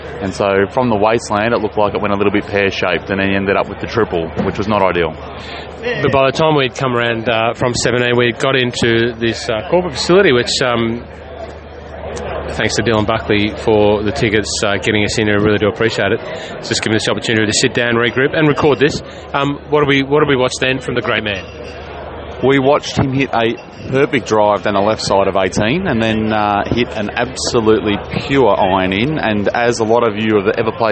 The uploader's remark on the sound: catch up live at the Aus Open from beside the 18th Green